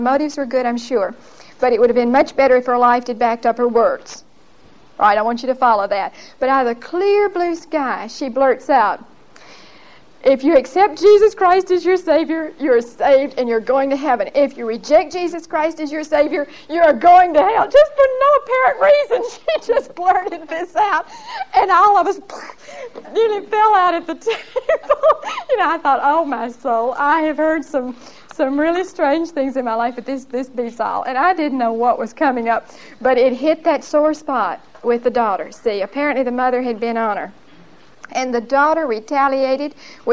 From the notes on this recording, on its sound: Recorded 10/28/1975 at Whitesburg Baptist Church.